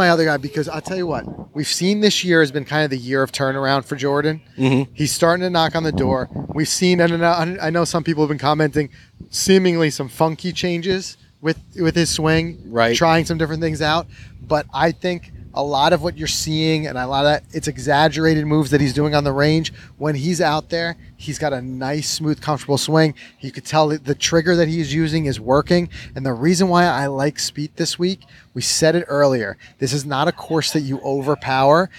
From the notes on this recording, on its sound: We're on location in Brookline at The Country Club